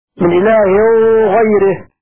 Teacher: باب احكام النون الساكنه والتنوين، قرا ابو جعفر باخفاء النون الساكنه والتنوين في الغين والخاء مع الغنة